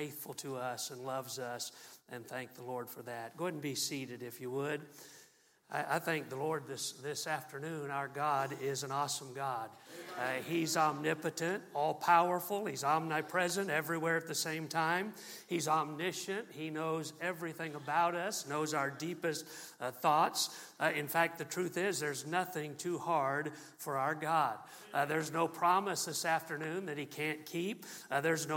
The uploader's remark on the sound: MULTIPLY Conference. From the pulpit of Calvary Baptist Church on November.